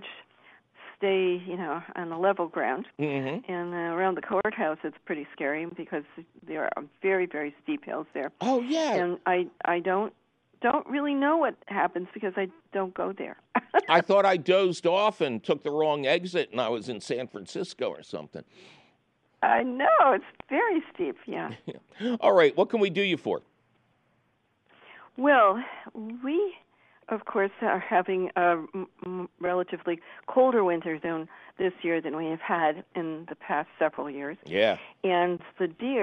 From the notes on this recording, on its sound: Of course your fabulous phone calls!